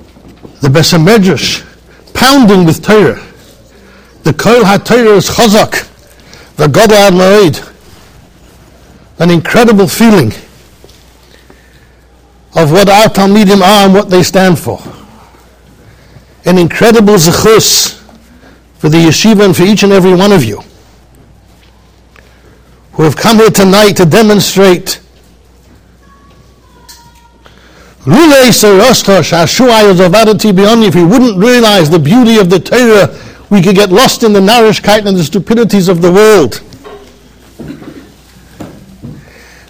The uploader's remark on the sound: Shiur recorded in Yeshivas Ohr Reuven, Monsey NY.